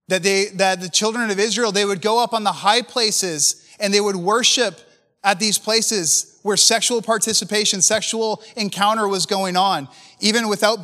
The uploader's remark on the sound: preached at a recent MFI Canada Conference